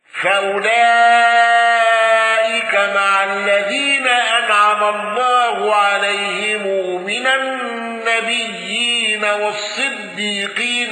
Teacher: قالون بصلة ميم الجمع